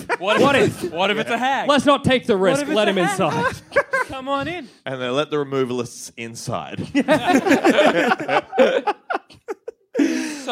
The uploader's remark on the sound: Recorded from The 2017 Sydney Comedy Festival with too many guests!